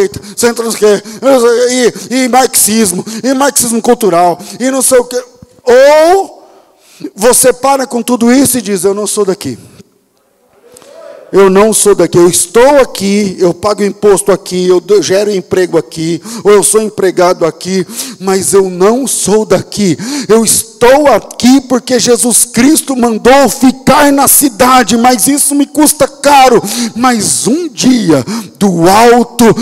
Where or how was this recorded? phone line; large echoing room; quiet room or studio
large echoing room